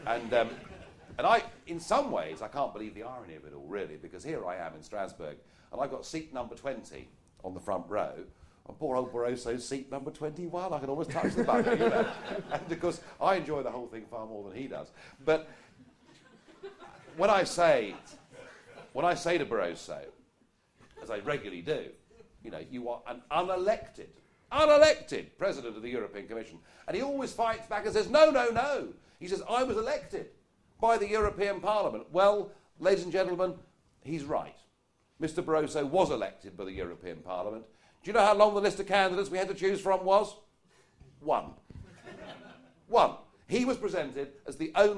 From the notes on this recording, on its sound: Recorded live at the St James Theatre.